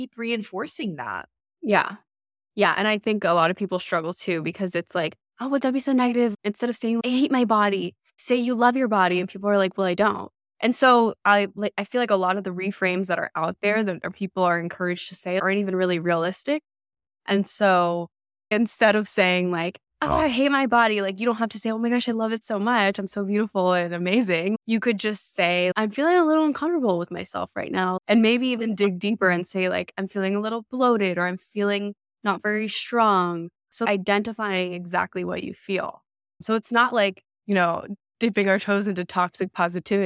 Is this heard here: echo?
no